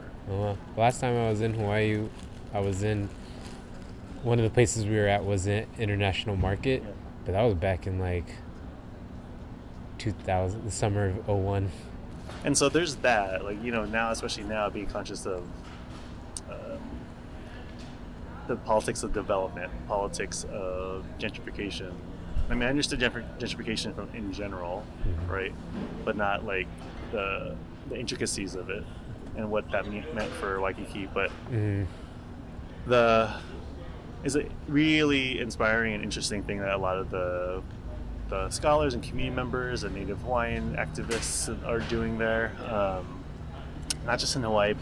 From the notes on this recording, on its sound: We recorded outside on a slightly windy day so there is definitely background texture and sometimes annoying wind. Old Oakland represent though! We also had to cut about 11 minutes of our conversation due to the recording quality.